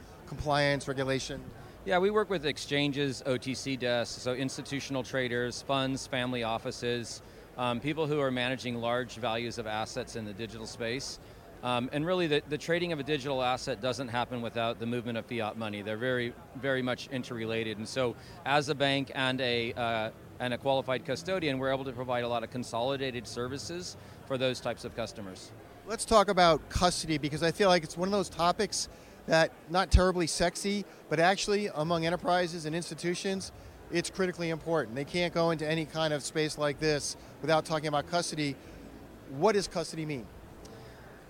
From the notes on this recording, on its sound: At Consensus 2023, a blockchain and cryptocurrency conference in Austin, Texas.